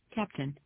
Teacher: stressing the first syllable so much that the second syllable disappeared altogether